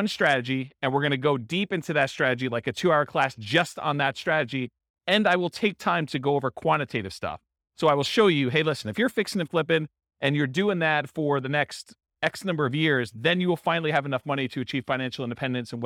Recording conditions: live audience